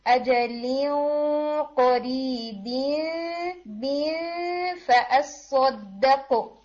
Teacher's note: پھر یہاں پر آئی نمبر 10 میں جو ورڈ آ رہا تھا اجلیوں قریبین فاصدقوا، اب ان دونوں ورڈز میں اخفا ہے مگر دونوں اخفا ایک دوسرے سے ڈفرینٹ ہوں گے. اجلین اس کے بعد قاف ہیوی لیٹر آ رہا ہے تو آپ کا اخفا ہیوی ہوگا، قریبین فا لائٹ لیٹر آ رہا ہے تو آپ کا اخفا بھی لائٹ ہوگا. · اجلین اس کے بعد قاف ہیوی لیٹر آ رہا ہے تو آپ کا اخفا ہیوی ہوگا، قریبین فا لائٹ لیٹر آ رہا ہے تو آپ کا اخفا بھی لائٹ ہوگا. تو اجلیوں، منہ میں پریشر بنائیں، اجلیوں قریبین فاصدقوا.